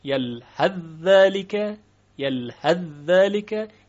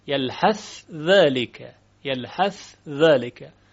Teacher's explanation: دو وجه وجود داره، یکی وجه ادغام یلحذ ذالک، یکی وجه اظهار یلحث ذالک